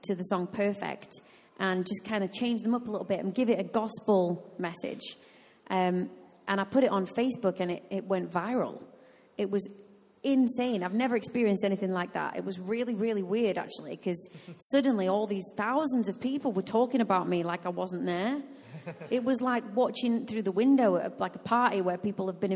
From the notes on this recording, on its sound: Recorded live at Life Church Lancashire.